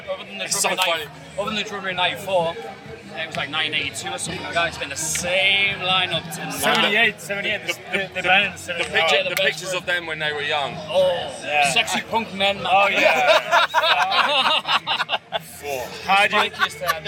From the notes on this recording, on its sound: From our 'Live from 2000 Trees 2023' series.